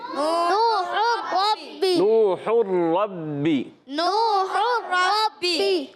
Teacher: تو یہاں ملائیں گے، ہا کو را سے ملا دیں گے مگر یہاں غنہ نہیں کریں گے · اب یہاں پر بھی رک کر ادا کرنا ہے، اور با مشدد را مشدد دونوں کو ہم نے خوب رک کر ادا کرنا ہے. با میں جماؤ بھی ہوگا، با کے نیچے زیر ہے اس کی زیر کو کھینچیں گے نہیں. · Term: ادغام بلا غنہ